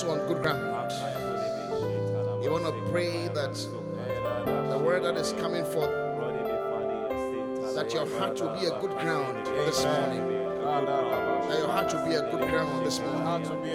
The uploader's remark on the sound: Preached at the Qodesh